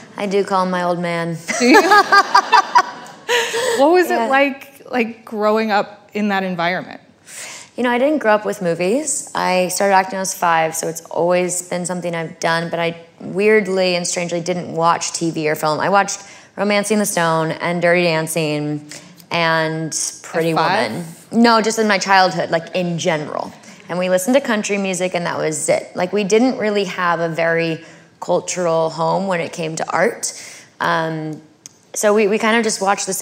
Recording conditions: live audience